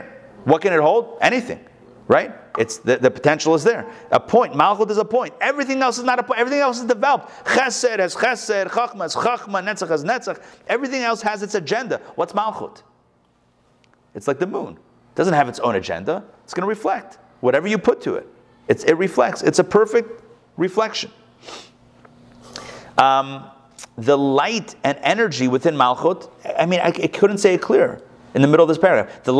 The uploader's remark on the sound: Recorded live at the Intown Jewish Academy